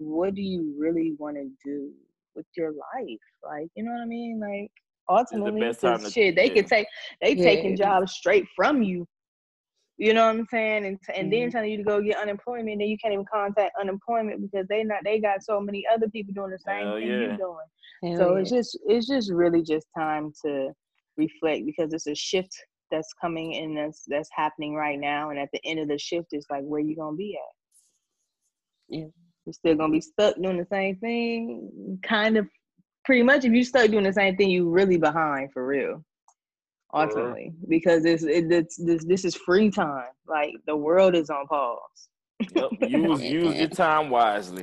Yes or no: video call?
yes